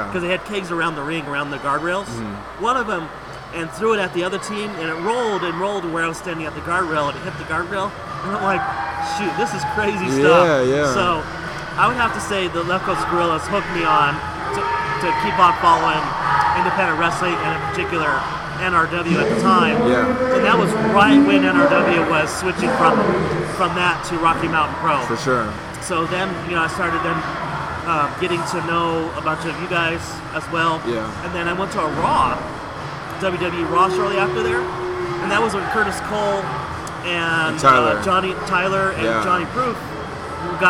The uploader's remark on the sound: The Wrestling With Altitude podcast is on location at the Rackhouse Pub in Denver, CO for the very first onsite recording